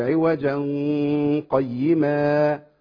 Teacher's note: حكم التنوين عند القاف واخفاء التنوين عند القاف بغنة